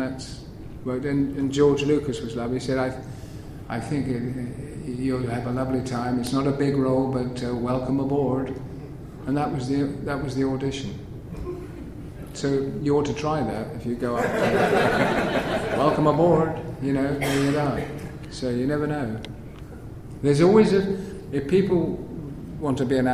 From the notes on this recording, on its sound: At Planet Comicon 2016. Here is the audio that we recorded at that panel.